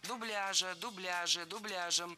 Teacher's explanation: за этим словом было закреплено неподвижное ударение на втором слоге